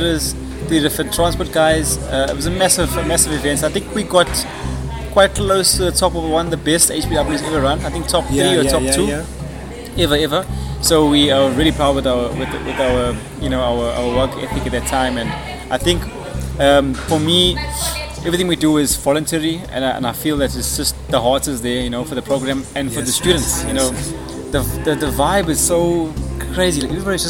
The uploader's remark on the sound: Brought to you live from Vida E Caffe in Rondebosch.